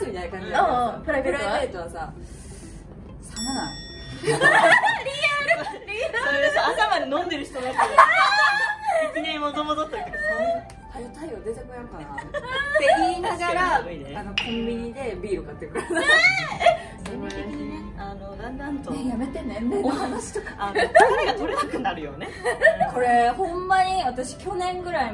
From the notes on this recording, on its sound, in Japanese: 番組初の公開収録が開催されました